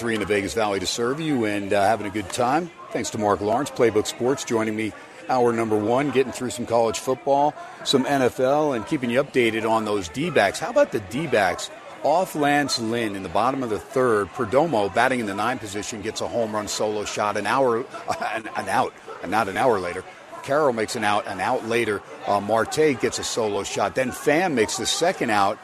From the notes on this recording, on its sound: "Live" from #SteinersPub #LasVegas